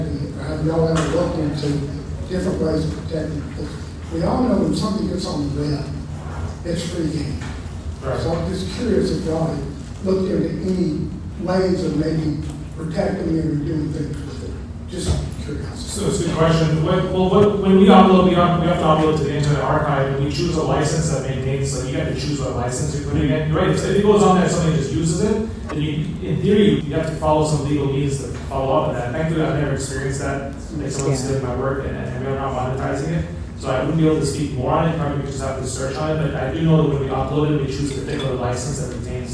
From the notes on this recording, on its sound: Live audio from the Podcasting 101 panel at San Diego Comic-Con 2023. Live audio from the Podcasting 101 panel at San Diego Comic-Con 2023.